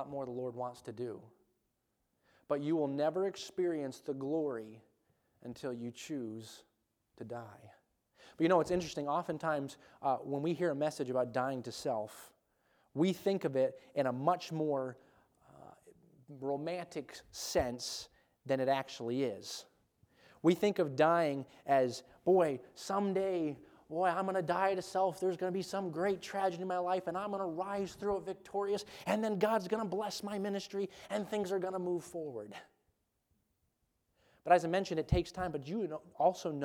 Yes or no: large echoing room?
yes